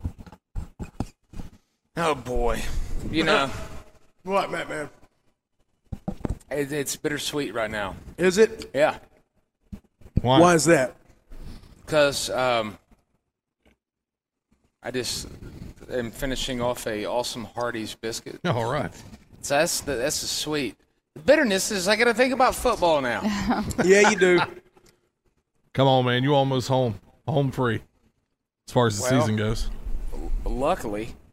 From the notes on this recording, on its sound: WE ARE LIVE FROM BON SECOURS WELLNESS ARENA FOR THE LEO SANTA TOY DRIVE